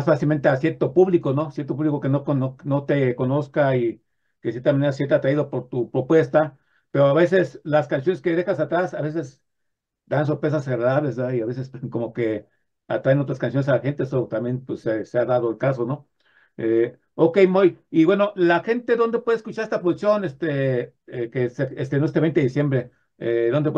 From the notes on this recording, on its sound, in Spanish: Charlamos vía zoom